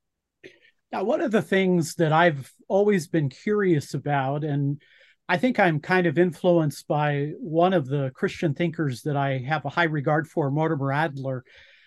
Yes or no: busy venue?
no